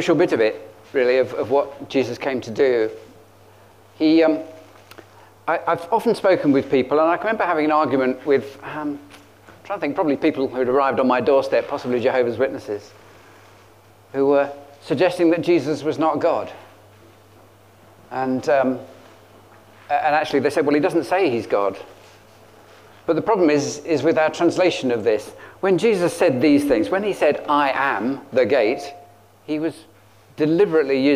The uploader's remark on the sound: At King's Church, Cockermouth, as an audio file.